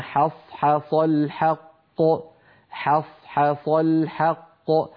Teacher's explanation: فعلى التالي أن يرقق الحاءين ويفخم الصادين في كلمة حص حص